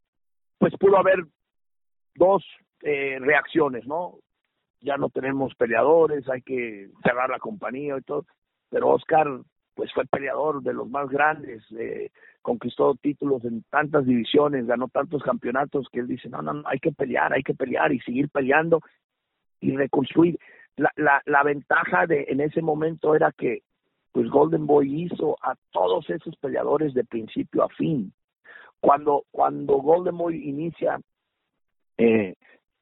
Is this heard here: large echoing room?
no